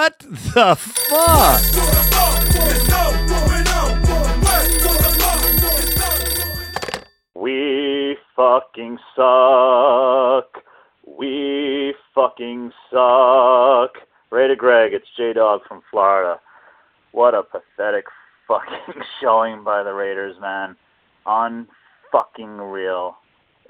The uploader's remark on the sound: Raider Nation “Boneline” Call-in Segment